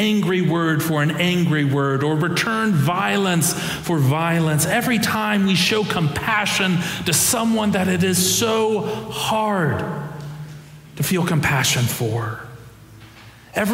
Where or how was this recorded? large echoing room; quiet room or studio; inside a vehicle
large echoing room